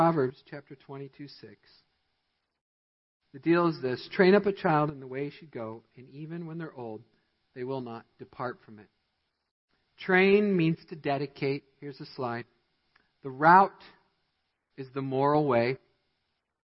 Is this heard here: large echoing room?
yes